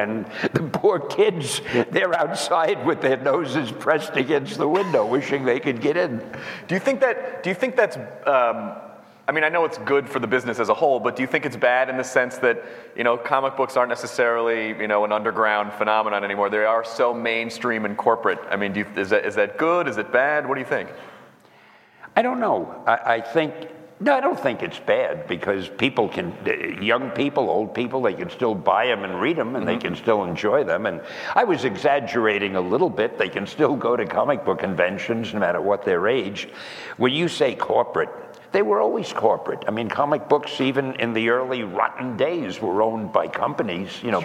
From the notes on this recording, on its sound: This Q&A style podcast was recorded at the NAB Show in Las Vegas on April 14th in front of many fans.